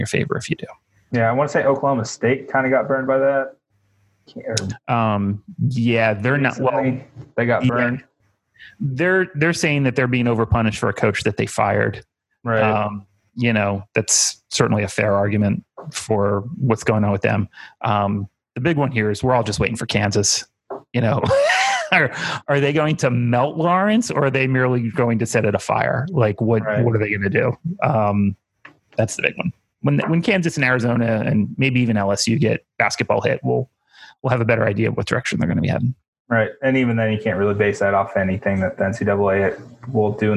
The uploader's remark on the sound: jump in the zoom machine